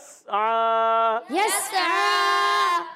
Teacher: حرف قلقلہ جو ہوتے ہیں ان میں آواز لوٹتی ہے وہ ہلتے ہیں، اب یہاں سین ہے اس کو ہلانا نہیں · Term: سین کو ہلانا نہیں